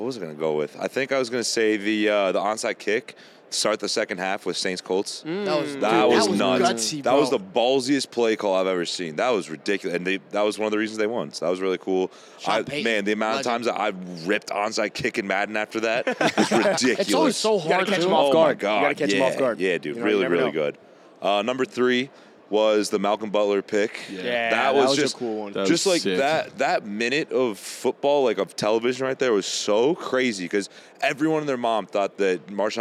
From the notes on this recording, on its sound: Live from Radio Row at the Super Bowl